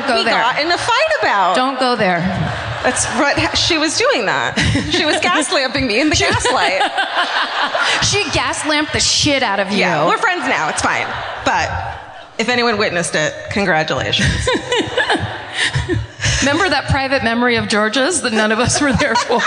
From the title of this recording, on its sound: Live at the Balboa Theatre in San Diego